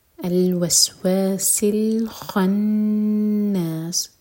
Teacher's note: kha heavy, noon light, aur noon par shadda hai, to noon par ghunna